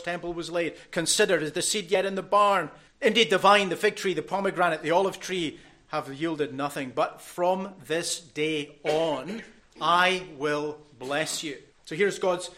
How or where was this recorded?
large echoing room